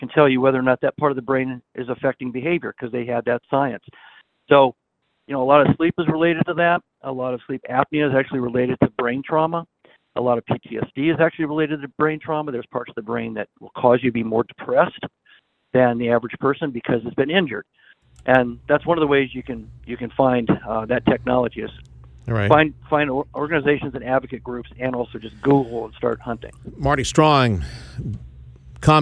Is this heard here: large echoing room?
no